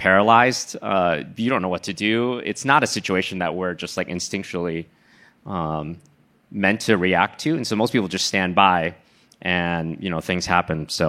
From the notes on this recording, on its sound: Upfront Summit 2022. Recorded March 1, 2022 at the Upfront Summit.